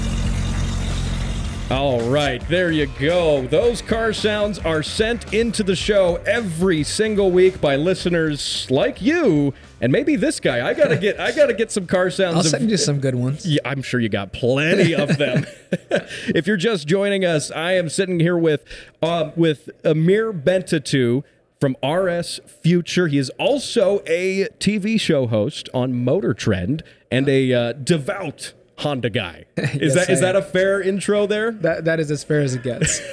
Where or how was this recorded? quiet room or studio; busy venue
busy venue